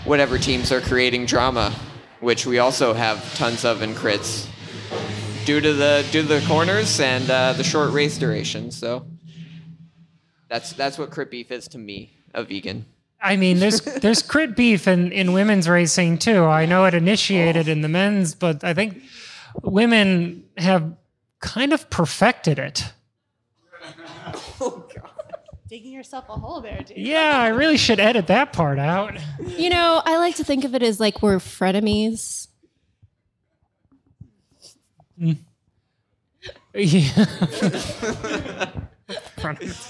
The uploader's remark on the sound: Things may sound just a bit different because we are 100% live from Gateway Cup. Live from the Gateway Cup. Our good friends from Urban Chestnut brewery in the heart of the Grove were gratious hosts and the environment was perfectly cozy.